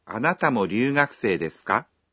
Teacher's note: Чтобы преобразовать утвердительное предложение с «дес» в вопросительное, добавьте частицу «ка» после «дес» и произнесите фразу с повышением интонации